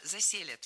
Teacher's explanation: Конечно, не заселят, а заселят. Здесь ударение ставим на корень слова «заселят»